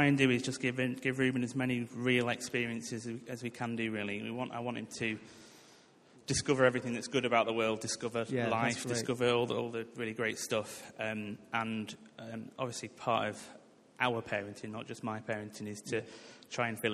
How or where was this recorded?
large echoing room